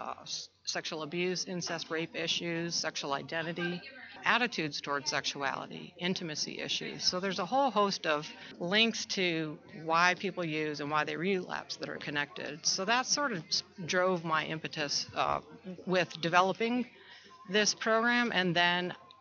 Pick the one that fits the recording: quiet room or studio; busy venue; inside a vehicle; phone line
busy venue